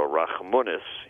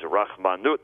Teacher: they changed the accent from the penultimate to the ultimate syllables. So, you know, and hardened up the sound.